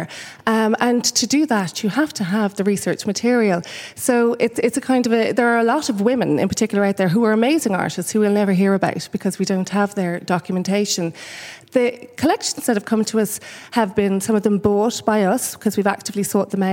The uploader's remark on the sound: The Women’s Podcast at The National Gallery.